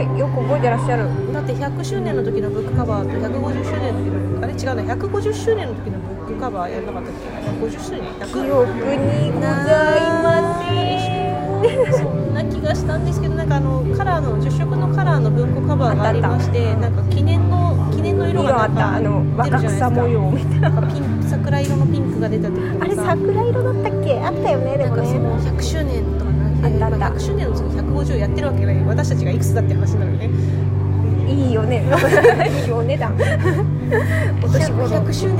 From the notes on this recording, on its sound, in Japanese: 収録日当日は、34度越えの真夏日の中、渋谷某所でアフタヌーンティーをしていたんですが…いやぁ、暑かったねぇ…。